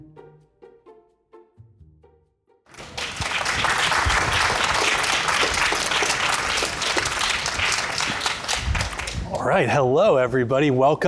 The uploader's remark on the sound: For this episode of the Crosscut Talks podcast, we listen in on a conversation from the Crosscut Ideas Festival.